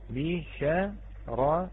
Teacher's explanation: الراء الثانية طبعا المتطرفة هي راء مكسورة، فهي مرققة عند الجميع